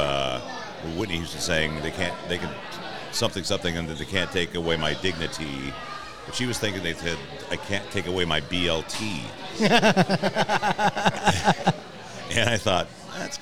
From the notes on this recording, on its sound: Recorded at Murphy's Pub on 45th in Wallingford!